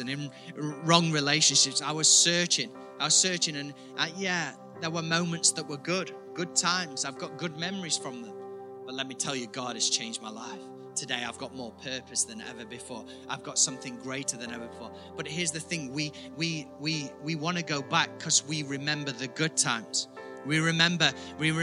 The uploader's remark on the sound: IKON Church. Recorded at the Chesterfield Campus this is the message from the service.